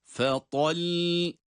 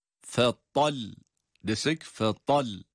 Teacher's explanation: lam harfi şeddeli olduğu için duruşumuzda lam harfini iki sakin harf olarak okuyoruz. · Shown in: first take · Yani lam harfini iki defa sakin olarak okuyoruz.